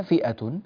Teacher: وكذلك الحال في كلمة فئة، هذه الكشيدة فئة ليست فية وإنما فئة، ولا تبدل هذه الهمزة في رواية ورش